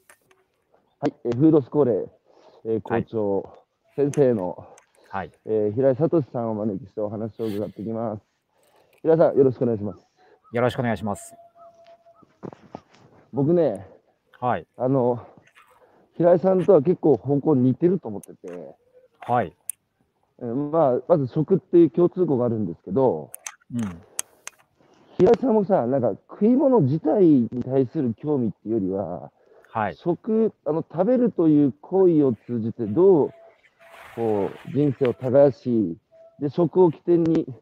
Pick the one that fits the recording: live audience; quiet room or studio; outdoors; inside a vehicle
outdoors